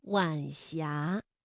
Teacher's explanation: 晚霞是晚和阳平字相连，声调呢读二一调，晚霞